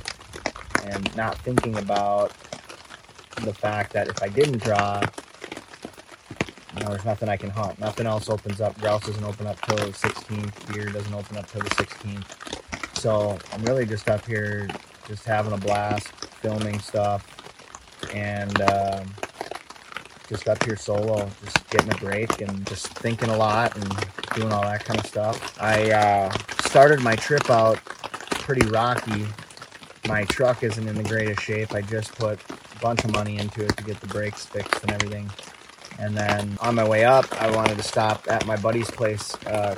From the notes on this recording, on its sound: On location in the Boundary Waters Canoe Area Wilderness of Minnesota. On a recent solo canoe trip, shortly after a severe thunderstorm rolled through.